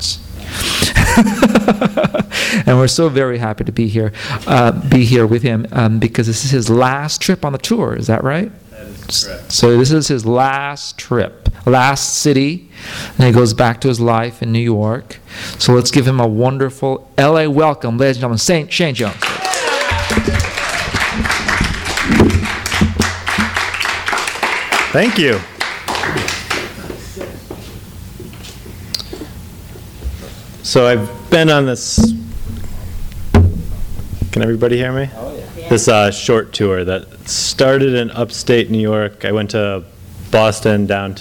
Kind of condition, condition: setting, live audience